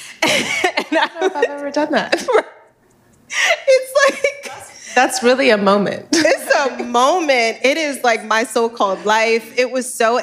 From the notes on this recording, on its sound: Season 3 of Cool Moms LIVE at Soho House kicks off in Los Angeles